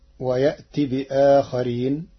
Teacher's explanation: أما كلمة آخرين فله في البدل 3 أوجه: قصرا وتوسطا ومدا، ولكن القارئ اختار التوسط 4 حركات